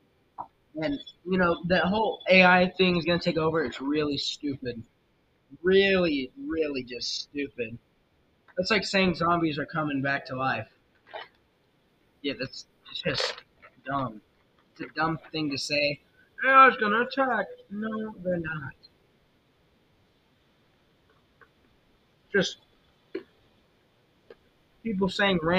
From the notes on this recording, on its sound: I was waiting for a new microphone and it got here. The microphone audio messed up.